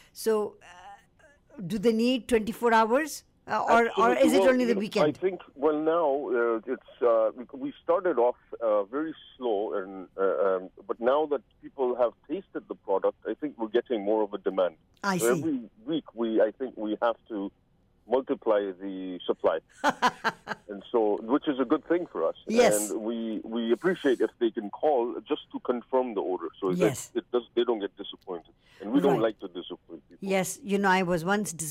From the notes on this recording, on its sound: Over the phone!